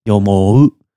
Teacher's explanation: You have the long O in both the Ichidan and the Godan forms.